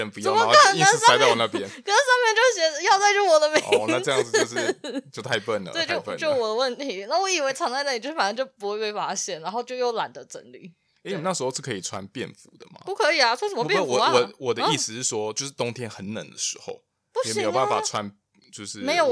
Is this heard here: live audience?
no